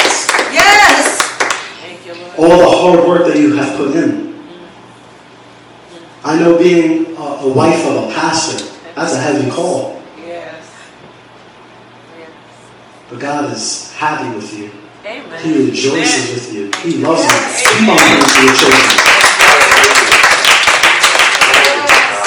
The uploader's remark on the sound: Please forgive the audio quality.